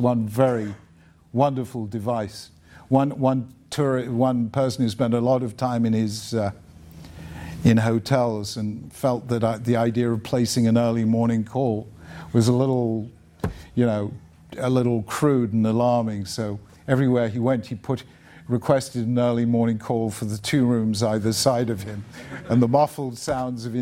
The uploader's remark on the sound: Spoke at Eastern University, a Christian non-denominational school in suburban Philadelphia, to a packed audience of students which also included a large segment from a local modern Orthodox school, Kohelet Yeshiva High School. It was presented by the Agora Institute for Civic Virtue and the Common Good, the Templeton Honors College at Eastern University, along with the Tikvah Program and the Beit Midrash program at Kohelet Yeshiva High School.